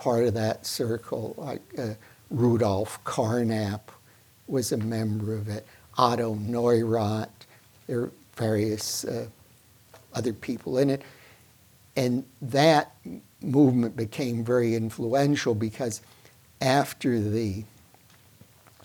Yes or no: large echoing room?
yes